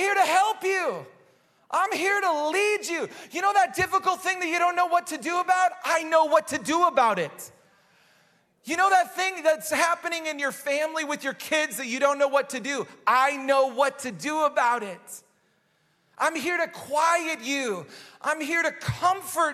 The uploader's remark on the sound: Recorded live at Hope Church in Springfield, Mo.